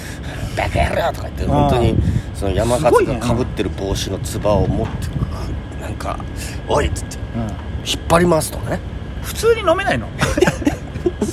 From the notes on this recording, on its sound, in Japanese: 東洋館屋上での録音のため音声悪いです